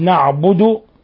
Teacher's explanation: ومن الأخطاء تفخيم الباء نعبد أو إحالة حركة إلى الفتحة، نعبد إياك نعبد بو وليس بو، إياك نعبد، فإذا قلت نعبد فصار هذا تفخيم.